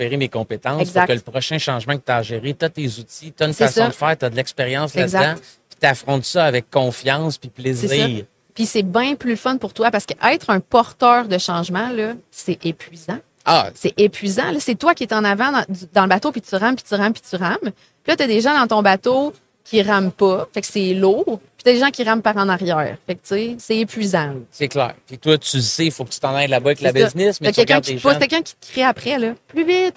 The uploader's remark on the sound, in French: En direct du Salon Industriel de Terrebonne